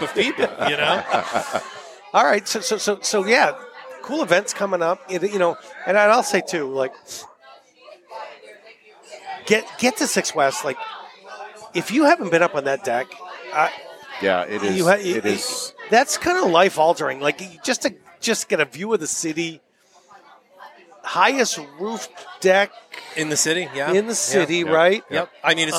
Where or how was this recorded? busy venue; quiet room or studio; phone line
busy venue